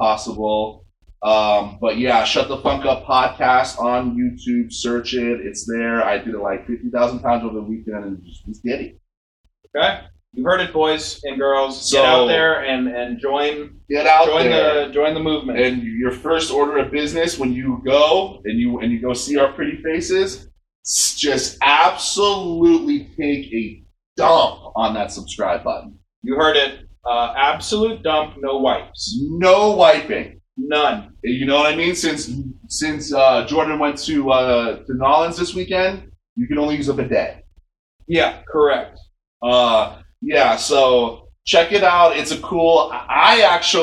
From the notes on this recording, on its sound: serious sound issues on this episode